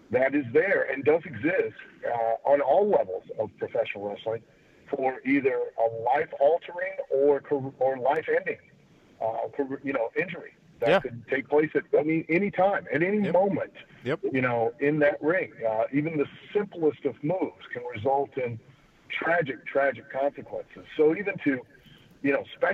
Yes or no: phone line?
yes